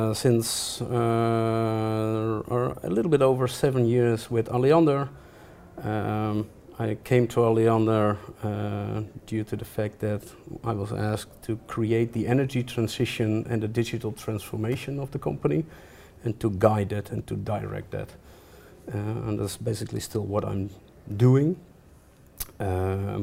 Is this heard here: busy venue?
yes